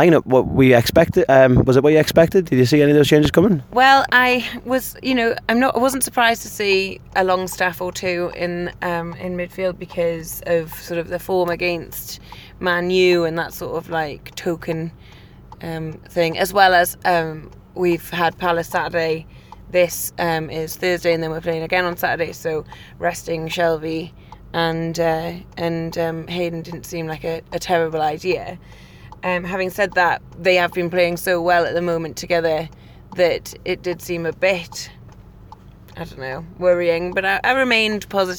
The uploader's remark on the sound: driving back from Manchester